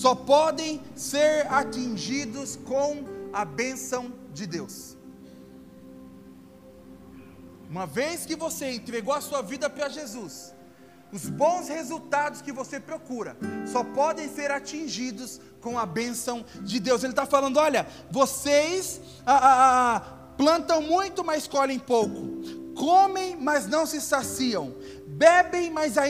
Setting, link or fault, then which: setting, large echoing room